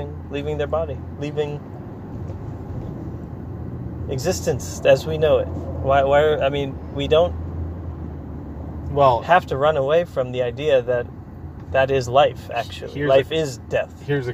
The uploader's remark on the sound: Driving south toward San Diego, trying not to lose our minds.